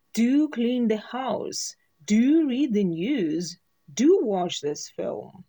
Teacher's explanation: И интонационно мы также выделяем это do, прям присаживаемся в самом начале на него.